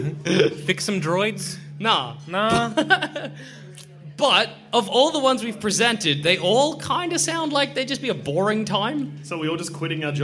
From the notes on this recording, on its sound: Our second ever live show! Recorded at the Eureka Hotel in Melbourne in 2015.